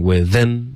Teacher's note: with them 不要加重音 with them 这样是平的